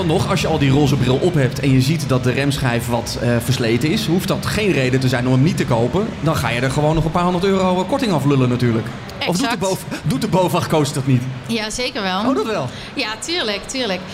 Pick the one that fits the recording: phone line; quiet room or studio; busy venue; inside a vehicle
busy venue